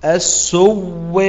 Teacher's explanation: السواء السواء، لا ننسى الإمالة، السواء هذا نقل، السواء تصير واو واحدة مشددة · Term: الإبدال بالإدغام